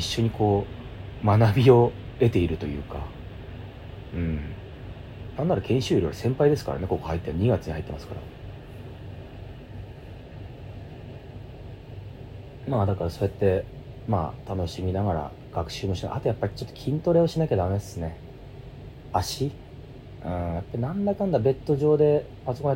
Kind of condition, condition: fault, background noise